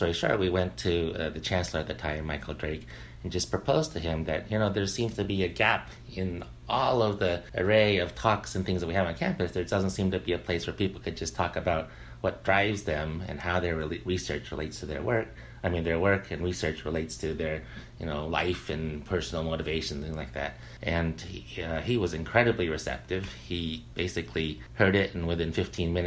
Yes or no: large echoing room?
no